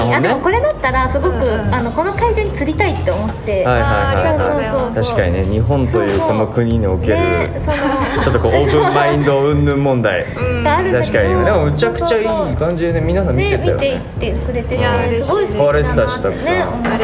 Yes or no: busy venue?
yes